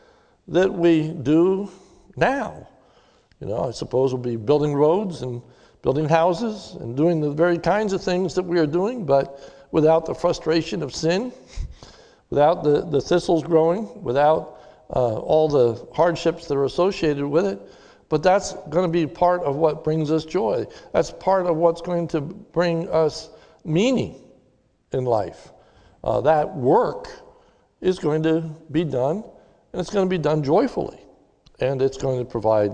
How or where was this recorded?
large echoing room